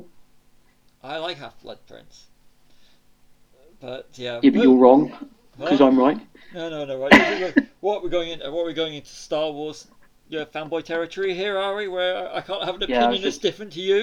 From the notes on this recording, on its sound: Apologies for audio issues.